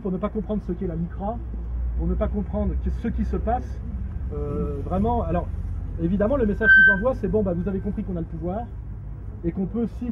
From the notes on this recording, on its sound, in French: En plein air. À Vence.